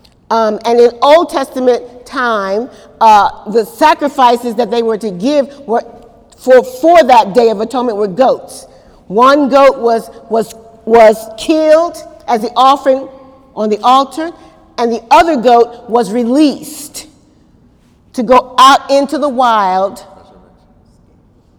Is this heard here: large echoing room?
yes